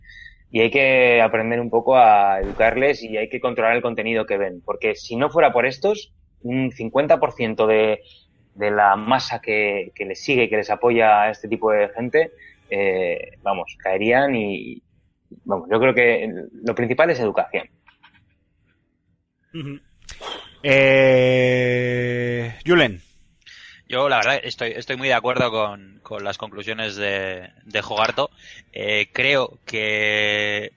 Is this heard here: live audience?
no